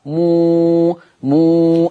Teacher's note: إن ورش له صلة ميم الجمع لما يجي بعدها همزة قطع